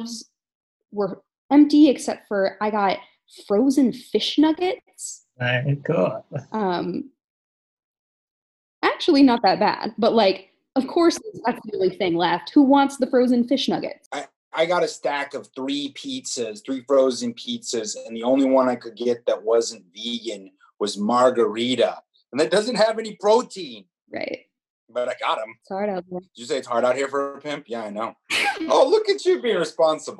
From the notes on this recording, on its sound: Talks to her producers on a Zoom call about some of the dirtier aspects she’s noticed.